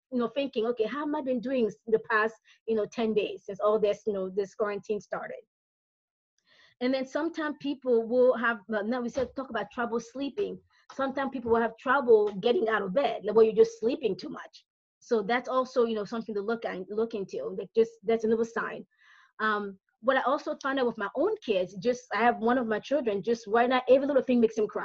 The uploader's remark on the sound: This is the audio recording of a webinar I held on 3/25/2020.